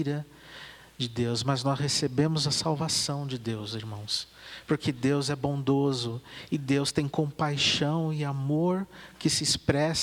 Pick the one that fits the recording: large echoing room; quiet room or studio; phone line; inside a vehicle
large echoing room